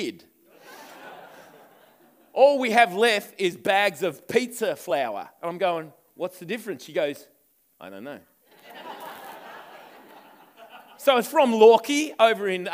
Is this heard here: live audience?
yes